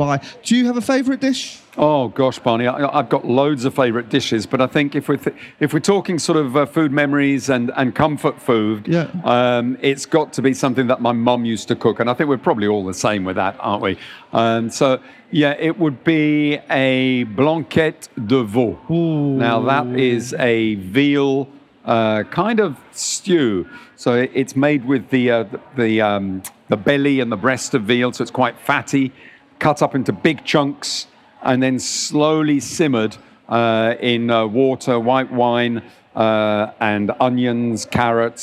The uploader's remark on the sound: recorded at the BBC Good Food Show